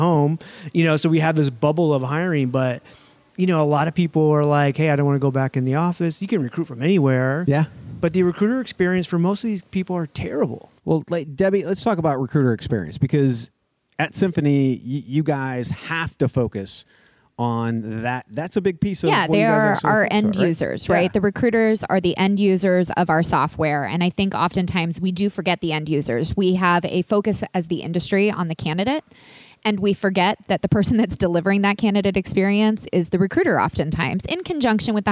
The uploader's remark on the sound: live from the Detroit JOY Roadshow stop